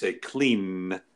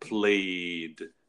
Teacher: when you say the last sound in these verbs, your throat is vibrating. It's coming from that part of your body, not just from your mouth. · Term: voiced